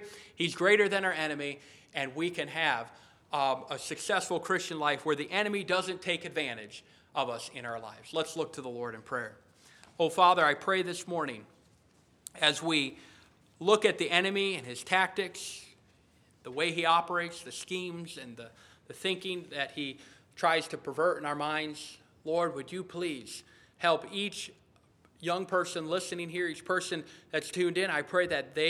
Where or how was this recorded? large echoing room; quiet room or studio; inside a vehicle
large echoing room